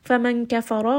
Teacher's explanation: ra is going to be heavy because it has a fatha